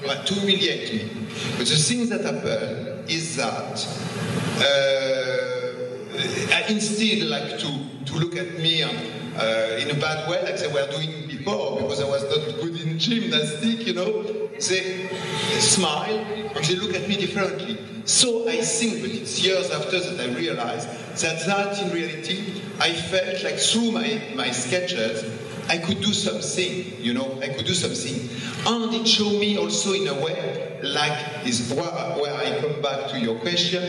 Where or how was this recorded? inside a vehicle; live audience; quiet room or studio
live audience